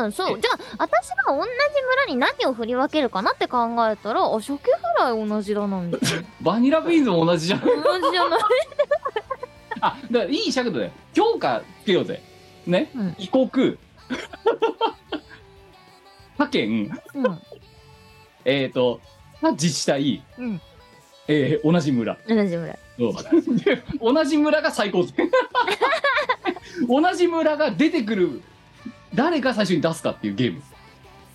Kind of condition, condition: link, video call